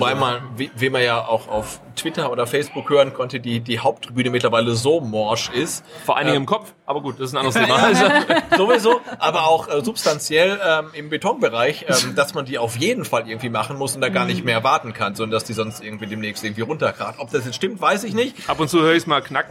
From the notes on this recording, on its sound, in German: Live vom Dunkelroten Tisch aus dem Neckarstadion